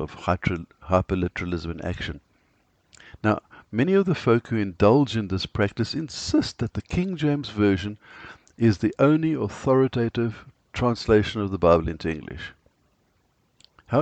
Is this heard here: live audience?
no